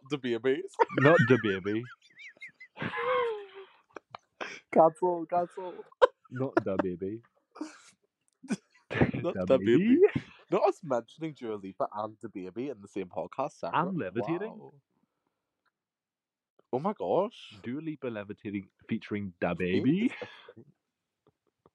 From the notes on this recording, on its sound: with the help of some technical difficulties